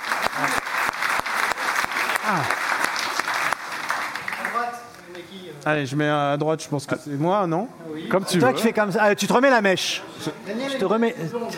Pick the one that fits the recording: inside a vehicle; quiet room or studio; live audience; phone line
live audience